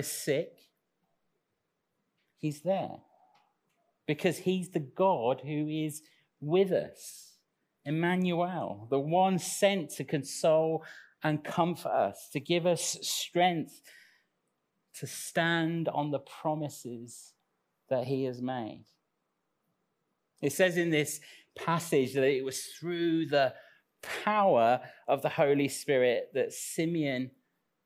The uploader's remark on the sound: Recorded live at Central Vineyard, Sheep Street, Northampton, Sunday 5th Dec 2021